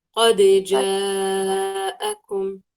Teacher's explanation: ما أدغم الدال في الجيم، الدال عندي هنا مقلقلة